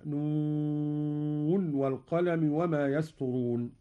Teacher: قرأ قالون بإظهار النون من الواو كحفص